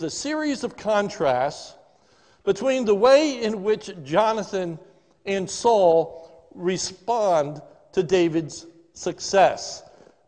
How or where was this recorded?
large echoing room